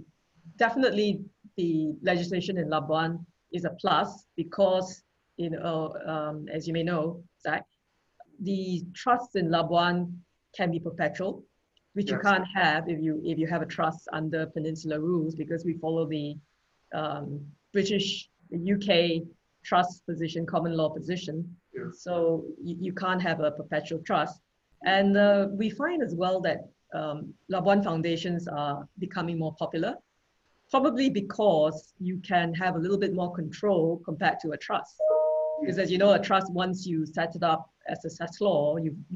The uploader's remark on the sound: Webinar audio recording.